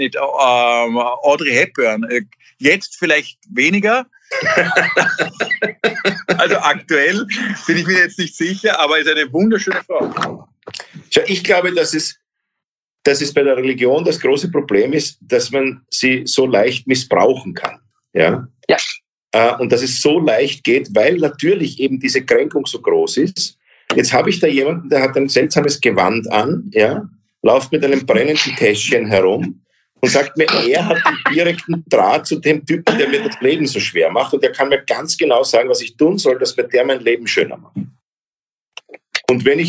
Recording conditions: video call